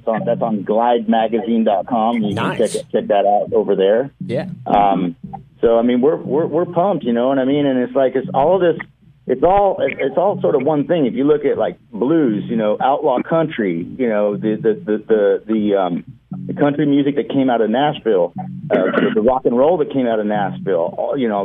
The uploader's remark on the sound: Join the MY-101.5 morning show by phone.